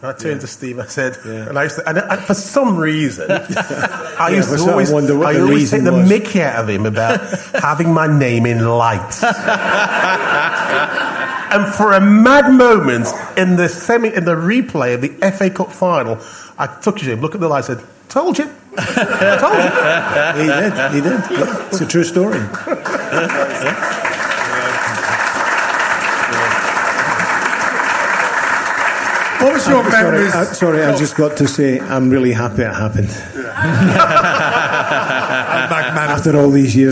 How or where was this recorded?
busy venue